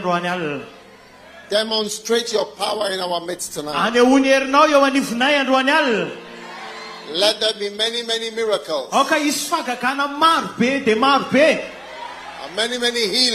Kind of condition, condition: setting, live audience